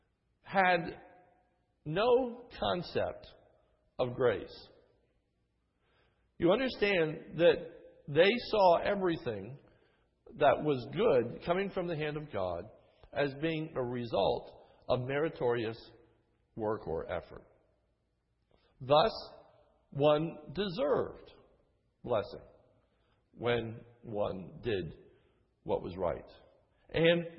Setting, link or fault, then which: setting, large echoing room